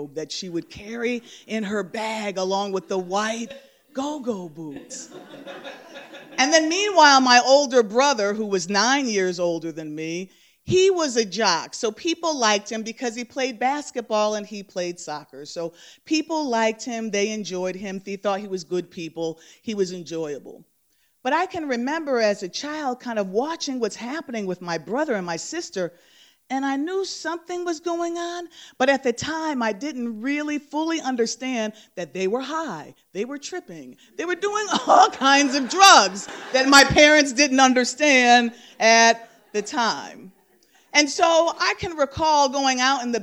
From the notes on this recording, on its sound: Live at The Mouth Off. The Mark Twain House in Hartford, CT.